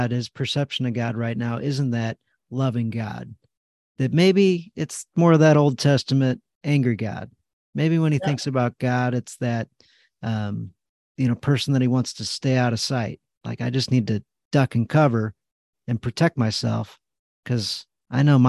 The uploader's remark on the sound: Live Community Call Q&A